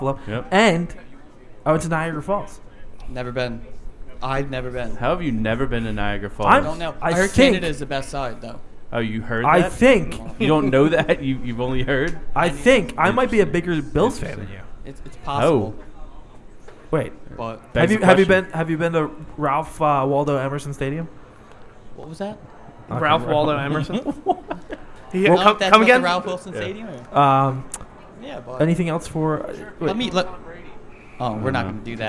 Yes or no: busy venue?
yes